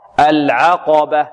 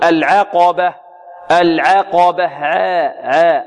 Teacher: القاف هنا حرف مفخم والعين مرققة · Shown in: first take · العقبة. البعض ربما يريد أن يرقق العين فيميل فتحة العين يقللها يقول العقبة، العقبة، عا، خطأ، لا، العا، العقبة.